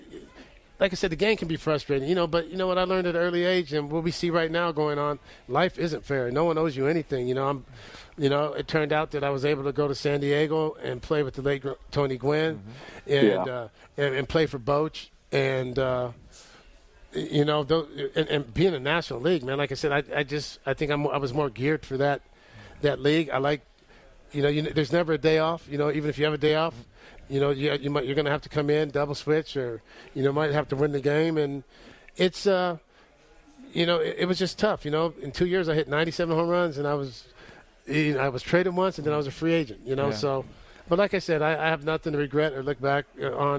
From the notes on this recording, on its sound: Live from Restore Hyperwellness